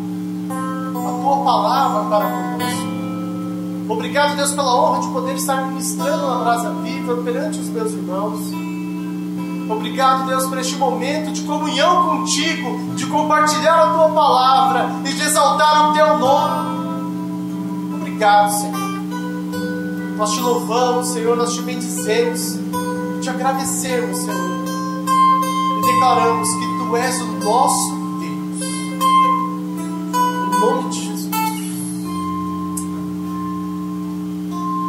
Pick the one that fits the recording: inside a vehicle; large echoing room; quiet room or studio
large echoing room